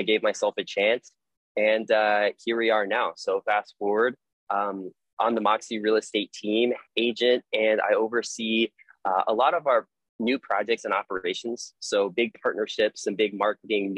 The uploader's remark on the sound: With eXp Realty out of California and we recorded a live webinar. Link to my equipment: Microphone - Phone Tripod.